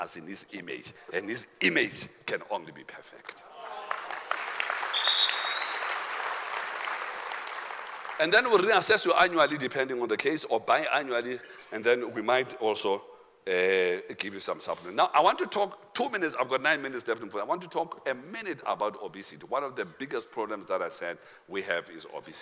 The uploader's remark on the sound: Men Of Hope Conference 2022 Day 3 Second Session